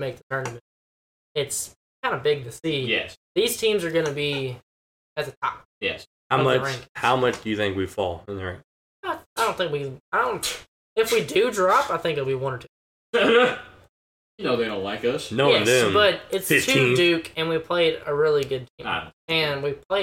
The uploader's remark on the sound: Sorry for the choppy audio.